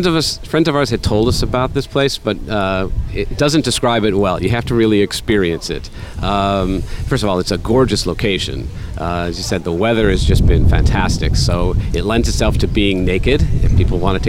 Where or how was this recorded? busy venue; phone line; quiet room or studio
busy venue